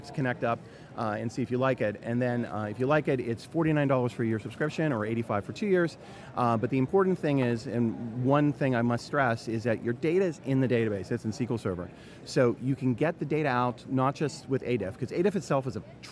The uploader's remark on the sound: Huntsville Hamfest Live. Live interview.